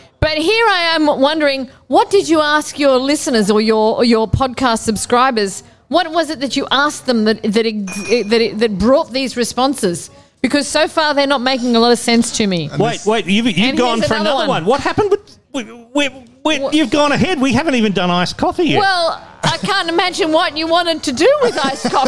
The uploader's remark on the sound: At Sydney's Royal Exhibition Hotel in Surry Hills with an enthusiastic live audience.